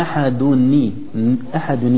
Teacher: تسقط همزة الوصل عند إدراج الكلام، فأصبح عندنا النون ساكنة بعدها لام ساكنة، التقى ساكنان · Term: التقاء الساكنين